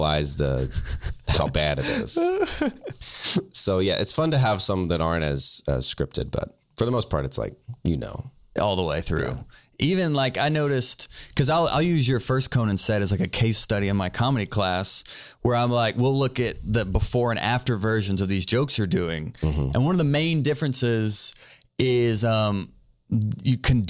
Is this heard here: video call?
no